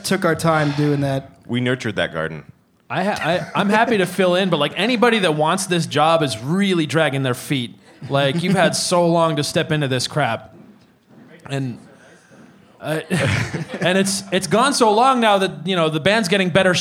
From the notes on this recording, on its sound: Our first Podcast Mosh in front of a live audience at our album release show at The Arts Block in Greenfield, MA.